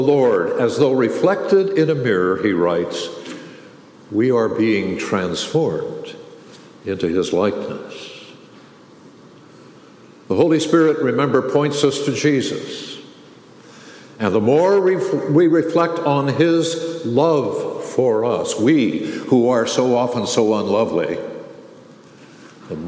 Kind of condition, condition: setting, large echoing room